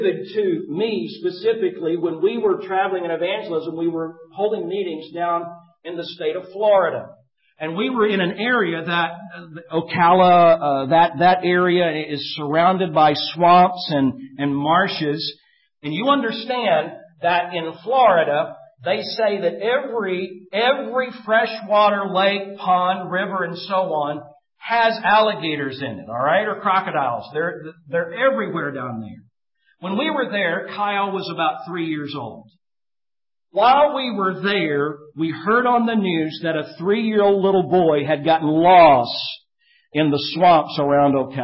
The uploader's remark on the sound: Preached at Maranatha Bible Church on September 29, 2013